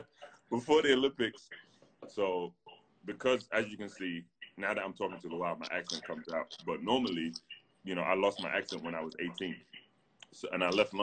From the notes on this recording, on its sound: Whilst the world is locked down during the coronavirus pandemic, two British basketball stars.